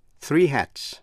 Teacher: Hat tận cùng bằng voiceless sound T, cho nên S phát âm là S.